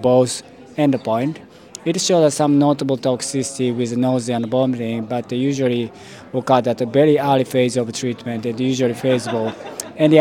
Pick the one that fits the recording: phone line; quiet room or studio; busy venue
busy venue